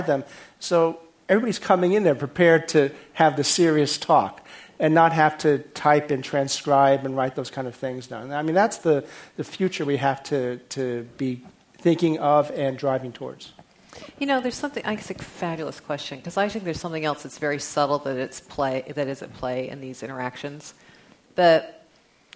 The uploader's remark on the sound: This program is part of The Atlantic Meets The Pacific 2013 conference presented by The Atlantic and UC San Diego.